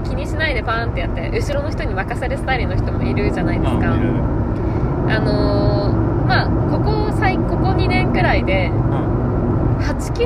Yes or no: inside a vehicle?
yes